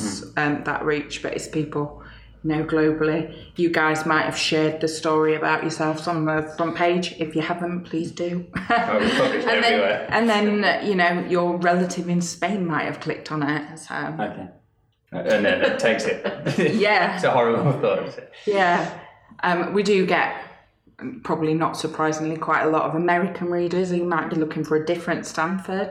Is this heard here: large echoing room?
no